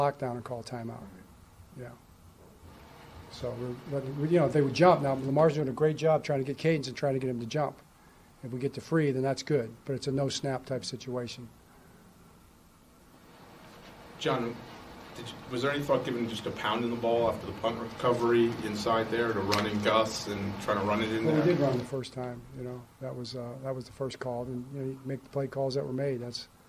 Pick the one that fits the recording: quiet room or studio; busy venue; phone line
busy venue